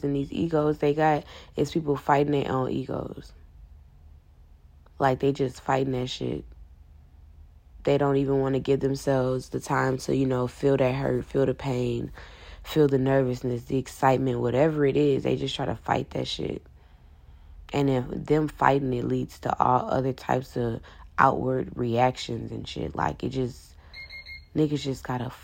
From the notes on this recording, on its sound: I recorded it on my phone in the middle of the night.